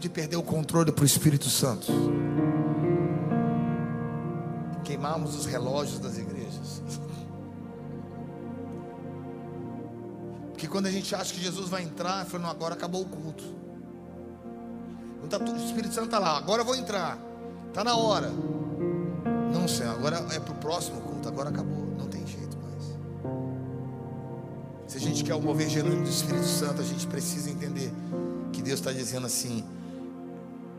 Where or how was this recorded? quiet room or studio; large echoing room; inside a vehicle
large echoing room